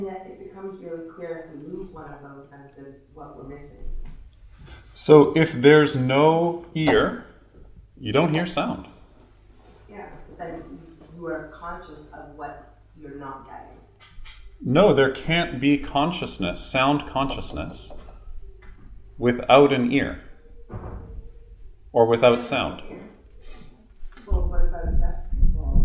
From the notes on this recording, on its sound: Were recorded in front of a small group in Toronto in 2015. Used a large whiteboard to draw diagrams and define terms.